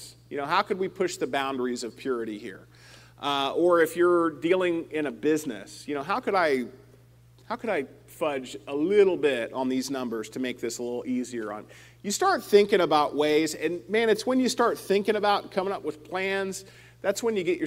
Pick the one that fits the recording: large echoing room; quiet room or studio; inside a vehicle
large echoing room